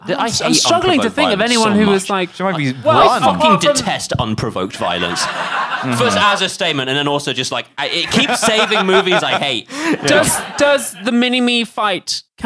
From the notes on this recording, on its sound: Recorded live at the Streatham Space Project.